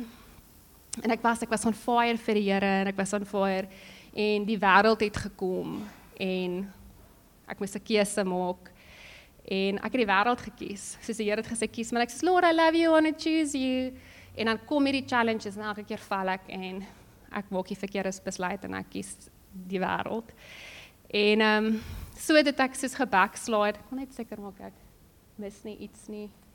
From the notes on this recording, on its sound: Sunday Sermon. At Joshua Generation Church Wellington PM congregation.